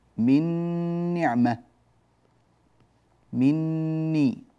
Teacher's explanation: النون مغنونة والنون الثانية أيضا مغنونة، لكن لما أدخلنا النون الأولى في الثانية صار النطق بنون واحدة مشددة هي النون الثانية، فصار النطق من نعمة، مني، هكذا.